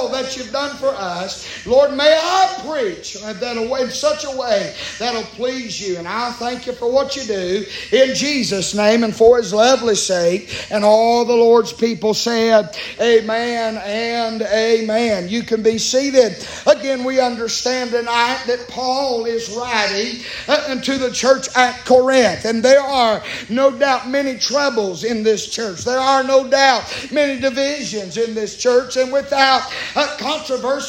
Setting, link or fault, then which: setting, large echoing room